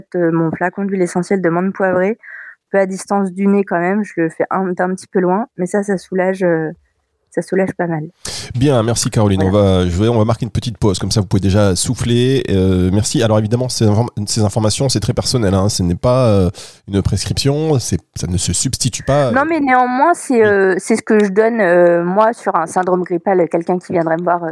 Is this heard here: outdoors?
no